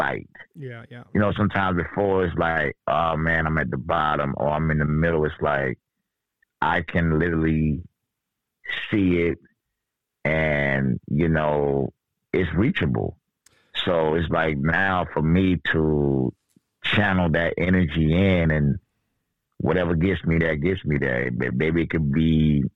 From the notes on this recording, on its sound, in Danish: Interviewet er på Engelsk optaget 25 aug 2023 på en sketchy telefon line